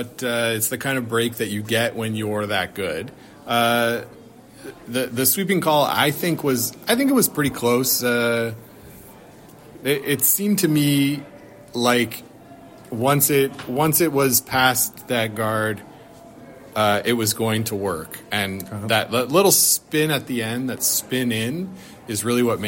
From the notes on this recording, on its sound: We join you nearly live from the Ottawa Curling Club